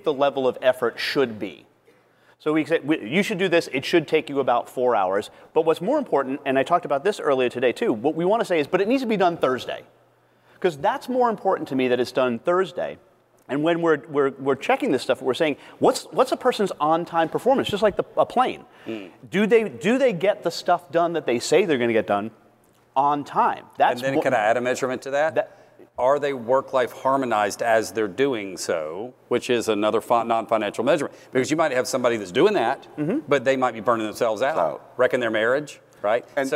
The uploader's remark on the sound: Live from Scaling New Heights